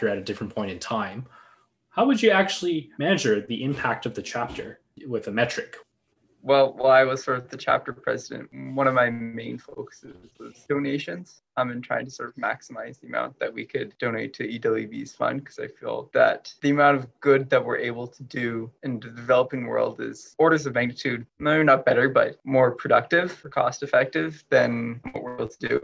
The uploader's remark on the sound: Several EWB UW chapter presidents join. A (virtual) fireside chat.